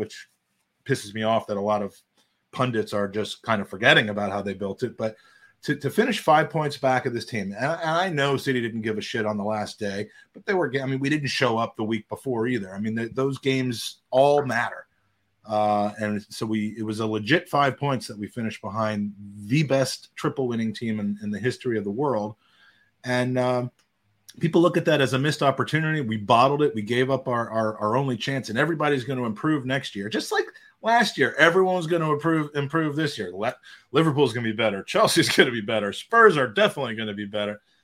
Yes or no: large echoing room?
no